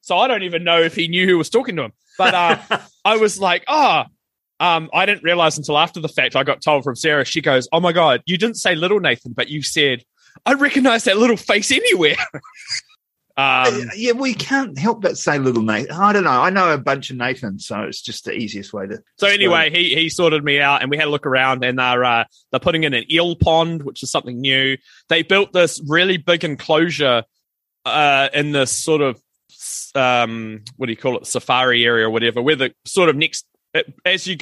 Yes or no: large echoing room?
no